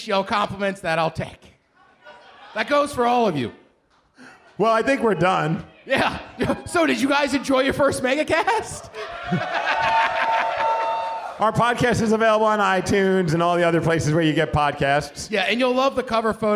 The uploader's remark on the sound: The podcast we did in front of a live audience during Live Day (recorded during the halftime party at Emerald Queen Casino). What happens when two men take a microphone and try and entertain a room full of drunk people.